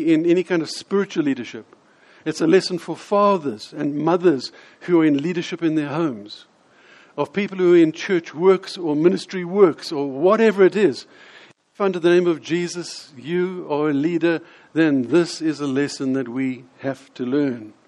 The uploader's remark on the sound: In this sermon, delivered at the Lonehill Village Church